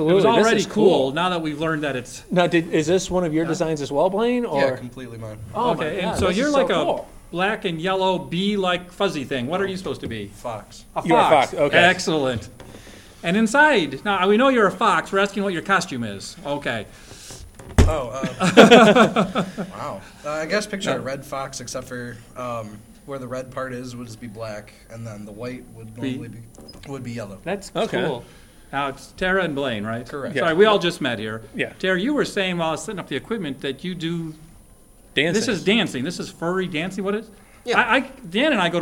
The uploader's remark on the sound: Zipcon 2017 Street Interviews. The Action Comedy Nerd Show live show appeared at Zipcon 2017 at the University of Akron.